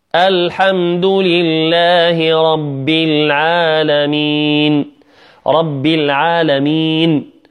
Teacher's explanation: هنا رب العالمين نقول نحقق النون الساكنة، هنا نحقق النون الساكنة ولا يكون فيها غنة، لا نسمع بعض الناس رب العالمين، هذا من الخطأ.